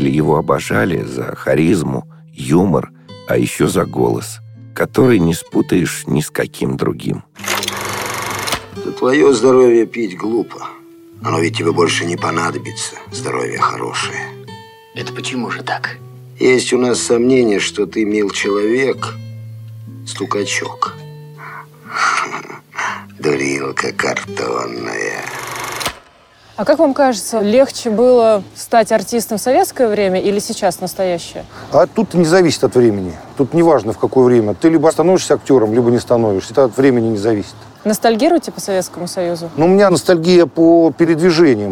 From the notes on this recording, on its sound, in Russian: Интервью с ним мы записывали в парке, в перерыве между съемками нового фильма, которые шли у него с самого утра. Поэтому звуки все настоящие - пение птиц, голоса прохожих, шум машин и летнего дождя, который начался в середине разговора и закончился в конце.